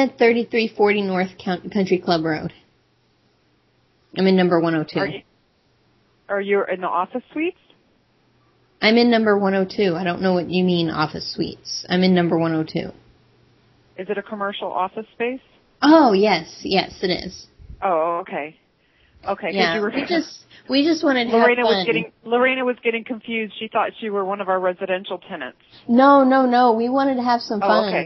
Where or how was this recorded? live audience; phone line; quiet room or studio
phone line